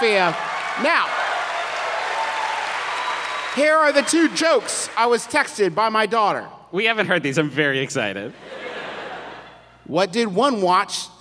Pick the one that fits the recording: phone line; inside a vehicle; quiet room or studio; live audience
live audience